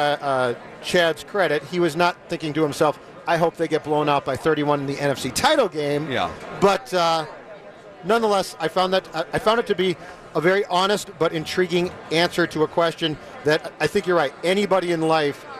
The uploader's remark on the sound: live from Radio Row all week